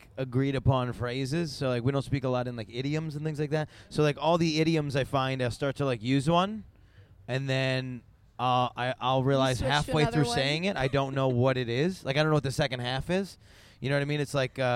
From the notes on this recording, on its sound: sit down at Exxxotica